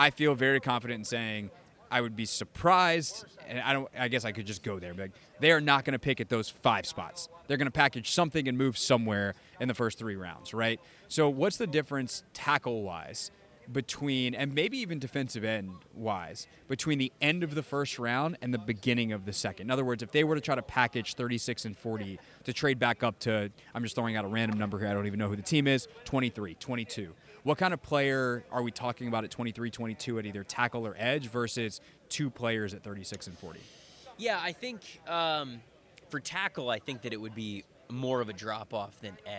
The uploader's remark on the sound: live from the NFL Combine in Indianapolis